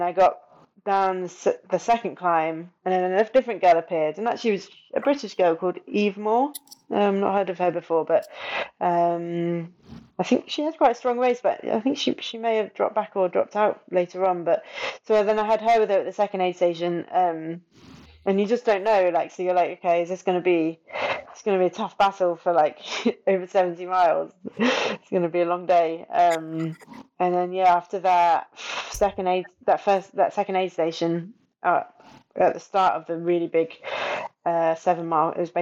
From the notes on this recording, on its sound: The audio quality is fairly poor on this one.